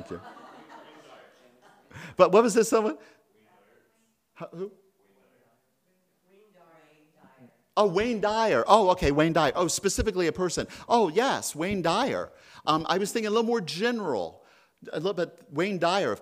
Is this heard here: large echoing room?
yes